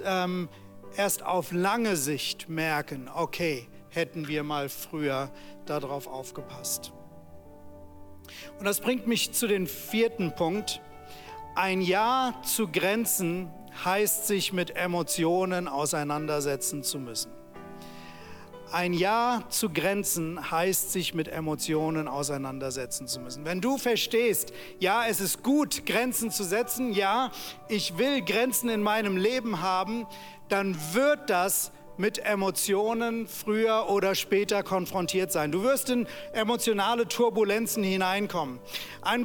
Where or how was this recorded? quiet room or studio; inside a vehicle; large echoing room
large echoing room